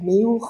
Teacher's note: mehr oder weniger überall, wo eine L auftaucht, sagen wir ein U · Term: L-Vokalisierung